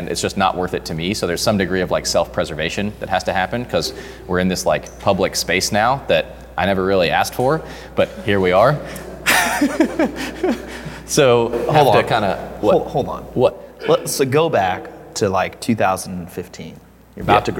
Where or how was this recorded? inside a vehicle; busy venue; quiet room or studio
busy venue